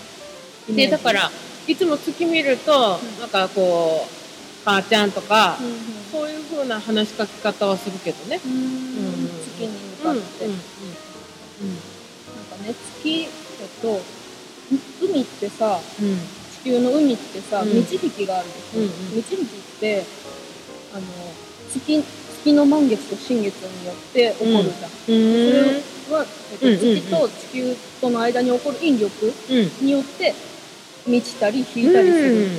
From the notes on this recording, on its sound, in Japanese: 新月の日に滝の横で収録した。滝の音とマイナスイオンをたっぷり乗っけて配信します。